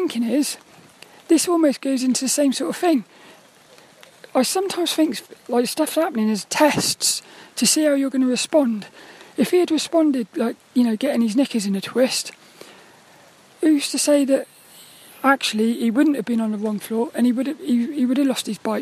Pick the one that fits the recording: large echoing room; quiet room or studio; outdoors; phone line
outdoors